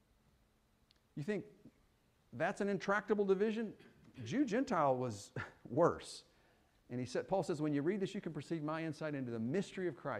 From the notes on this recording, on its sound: Fuquay-Varina church of Christ sermon audio.